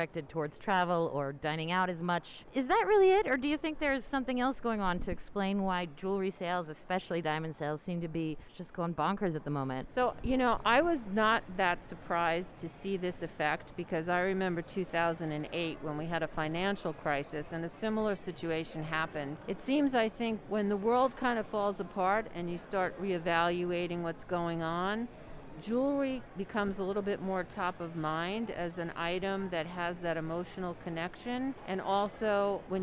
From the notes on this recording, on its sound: You’ll also hear some attendee interviews and presentation clips, all recorded live from the show floor. This section begins with a talk recorded live at the Gems Pavilion. He’s amazed by the large crowds.